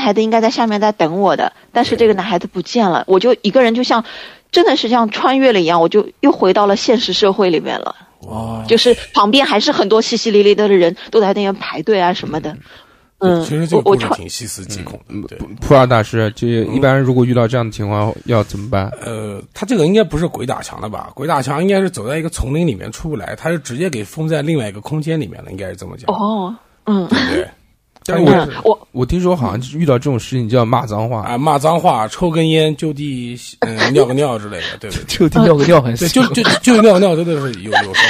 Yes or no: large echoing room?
no